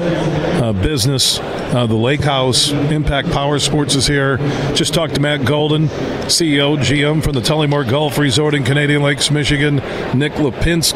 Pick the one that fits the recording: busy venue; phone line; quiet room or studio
busy venue